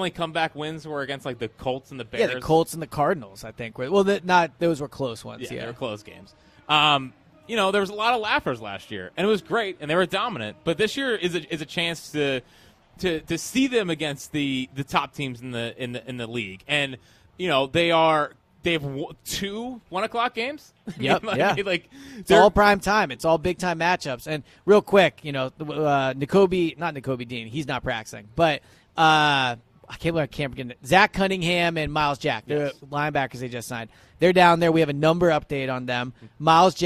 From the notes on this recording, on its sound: Live at Lincoln Financial Field, reacting to the Eagles only open practice of the season.